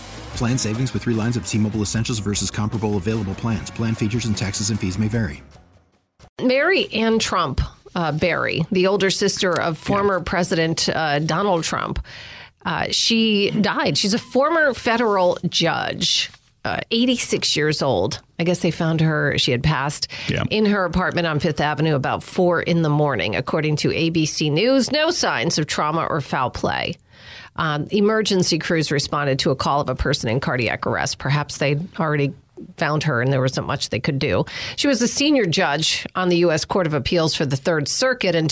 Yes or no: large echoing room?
no